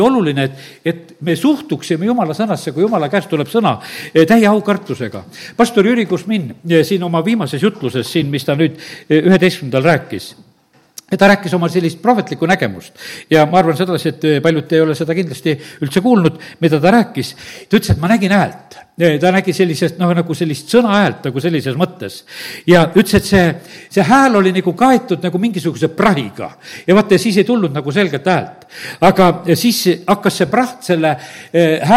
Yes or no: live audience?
yes